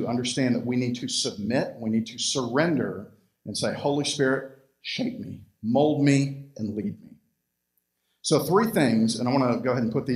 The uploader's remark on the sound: Recorded live at Freedom Fellowship Church in Tontitown, Arkansas on Sunday, February 21, 2021.